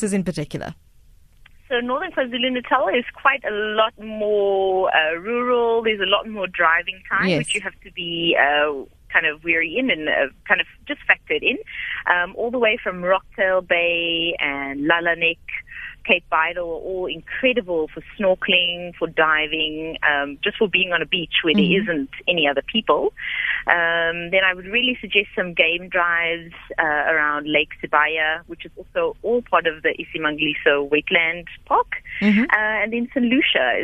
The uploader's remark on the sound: GUEST (Phone)